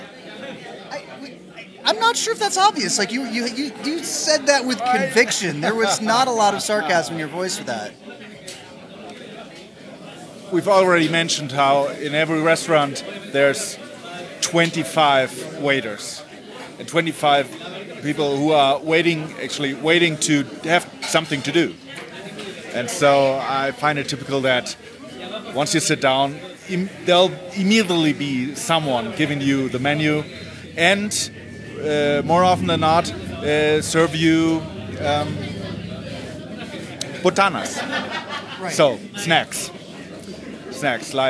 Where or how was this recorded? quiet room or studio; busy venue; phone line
busy venue